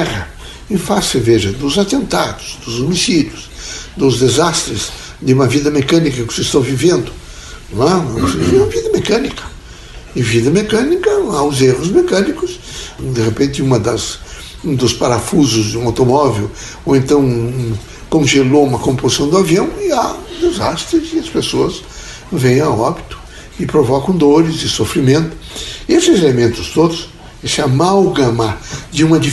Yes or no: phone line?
no